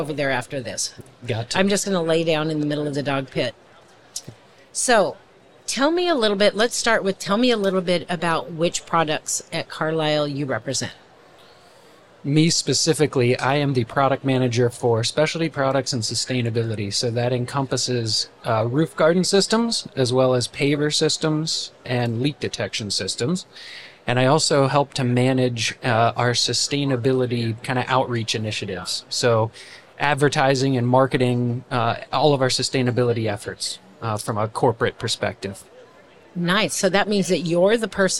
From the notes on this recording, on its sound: In this bonus episode, we share day 2 from our live podcasting event at the 2023 AIA Conference on Architecture in San Francisco, California. On the expo floor of A’23.